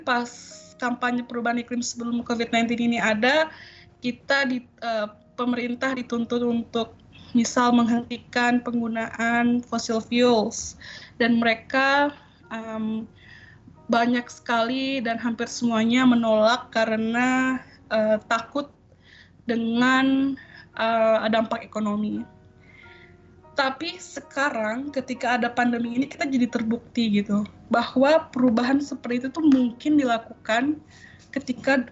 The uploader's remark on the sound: Kami pun mengadakan Webinar via Skype dengan judul Aksi Iklim di Tengah Pandemi. Webinar ini berhasil menggait kurang lebih 56 partisipan yang aktif dalam diskusi.